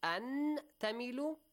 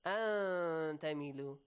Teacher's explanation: So any letter which is under the rule of ikhfa that comes after nun sakin or tanween, you hide the sound. You hide the sound of tanween or nun sakin. · Shown in: second take